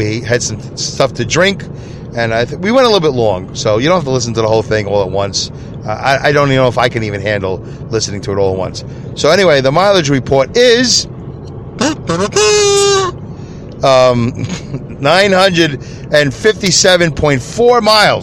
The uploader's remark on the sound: Listen as I record my show from my car as I drive to and from work.